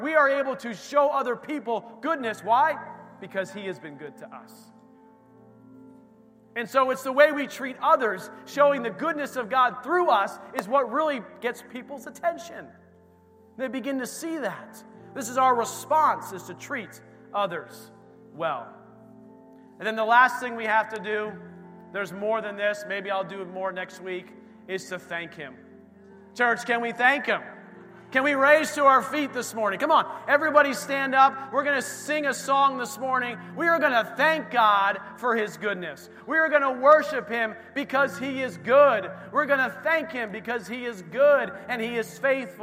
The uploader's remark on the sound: This recording is of the whole service.